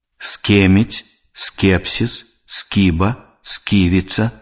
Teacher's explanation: Свісцячы зычны «с» перад мяккімі зычнымі «к», «ф», «х» вымаўляецца цвёрда.